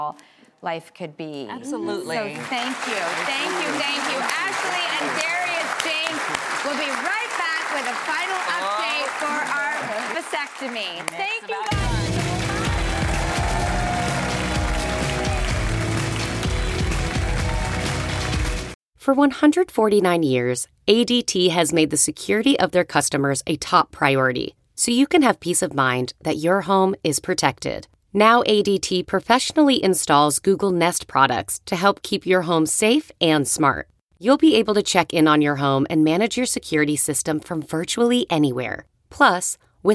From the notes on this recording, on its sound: Taking audience questions about male contraception.